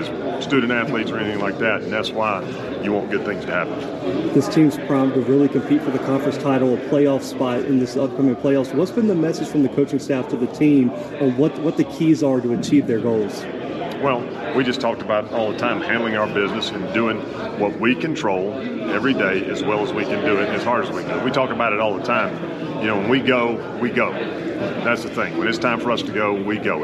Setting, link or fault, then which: setting, busy venue